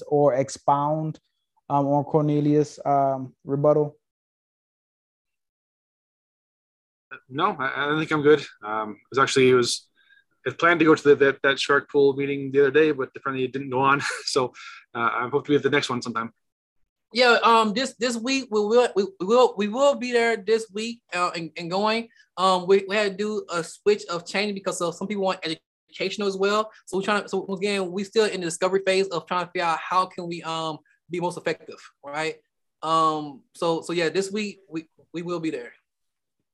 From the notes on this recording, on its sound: Investors Gallery is a live Zoom open to the public. Investors Gallery is recorded and filmed in the Art Gallery built in the home of the Principle of Dimensional Capital Partners.